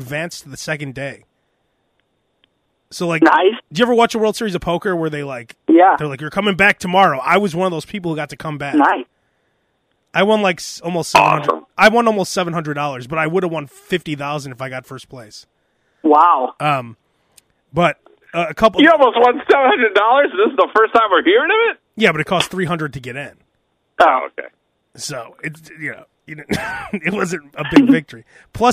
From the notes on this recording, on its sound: Guy from dealership calls. Live during podcast.